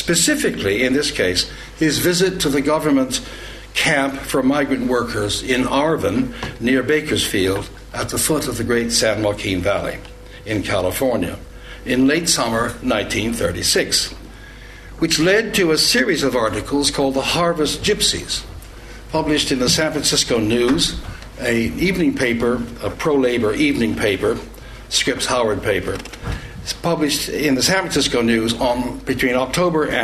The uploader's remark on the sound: This event forms part of LSE Space for Thought Literary Festival 2014, taking place from Monday 24 February - Saturday 1 March 2014